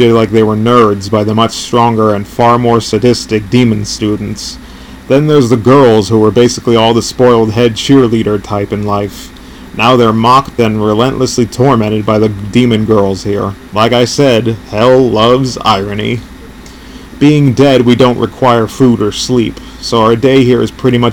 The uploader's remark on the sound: I had to delete and redo this episode due to an unfortunate chain of events. I apologise for any background noise or other nuances you might hear, as this is my first podcast ever and I'm still figuring this out.